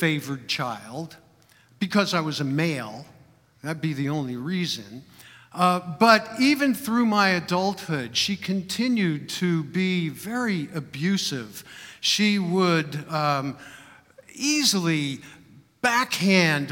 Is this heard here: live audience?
yes